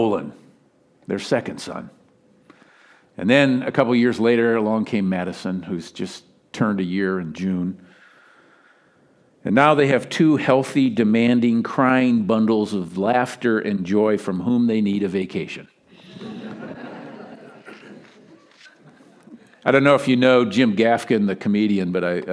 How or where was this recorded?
large echoing room